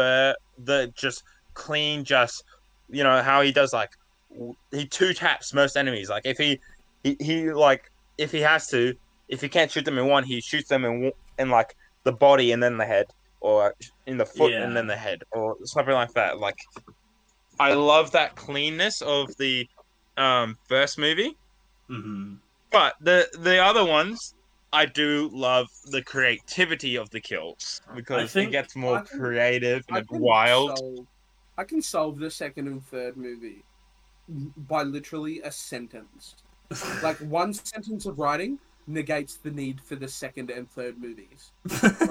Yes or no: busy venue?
no